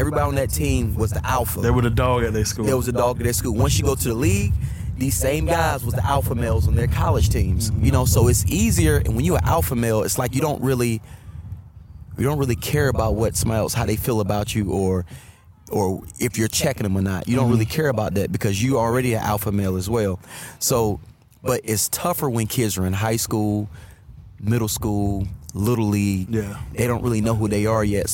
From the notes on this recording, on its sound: in this episode we outside again at The Premier Sports Academy